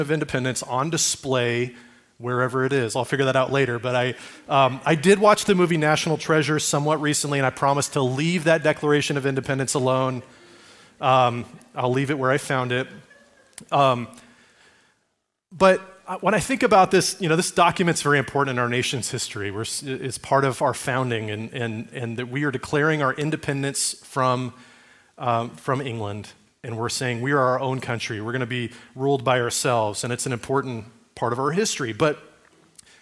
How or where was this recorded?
large echoing room